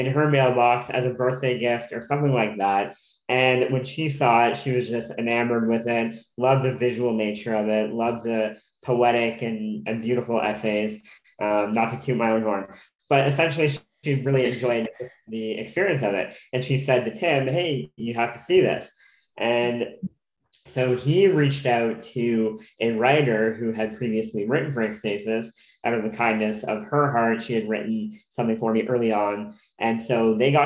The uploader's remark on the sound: hops on zoom for a conversation